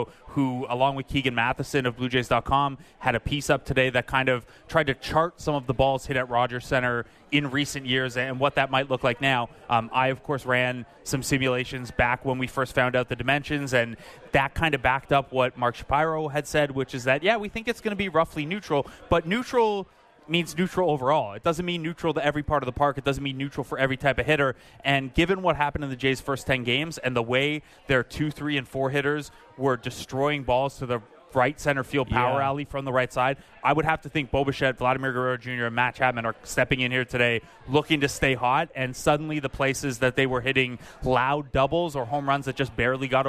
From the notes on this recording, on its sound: We are live from Rogers Centre, inside the Sportsnet Bar and Grill